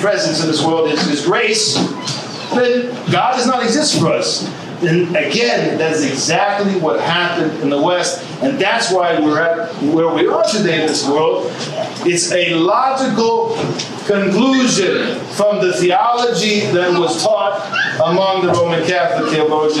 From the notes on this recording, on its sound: From the Australia Lecture Tour, 2019. A Lecture delivered on March 23, 2019 at the Parish of St. Nicholas in Woolloongabba (Brisbane metropolitan area) during a visit to the Serbian Orthodox Archdiocese of Australia.